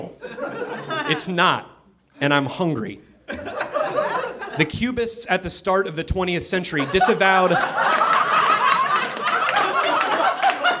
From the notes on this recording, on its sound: Recorded live at NerdMelt Showroom in LA on 11.22.13.